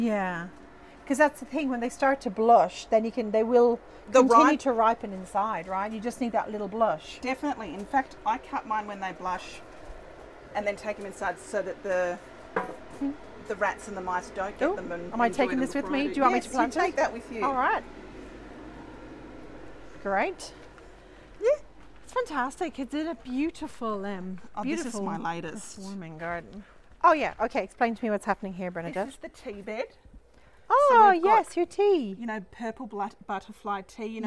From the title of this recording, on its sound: Summer Garden Tour